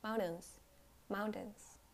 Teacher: The first one is that you don't pronounce the T, you just pronounce the N.